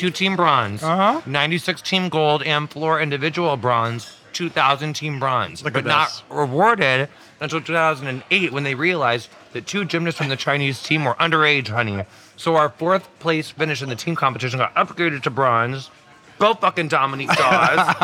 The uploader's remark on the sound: This episode of Dinner’s On Me was recorded at Bad Roman in NYC.